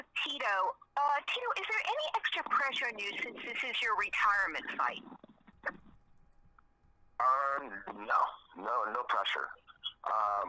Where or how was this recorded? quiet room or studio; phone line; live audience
phone line